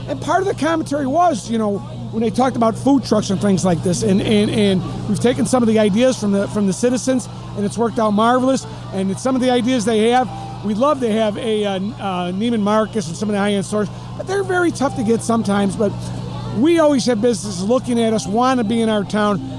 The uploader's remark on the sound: We recorded this "30 Minutes of Good" from Evergreen Park's Picnic In the Park on Thursday in Klein (Circle) Park and at The American Legion Car Show on Saturday. Many folks enjoying summer in the EP!